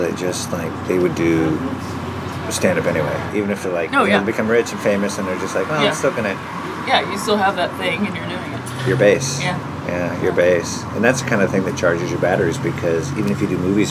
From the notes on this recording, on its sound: Over grilled cheese and tomato soup at Fred 62 in Echo Park.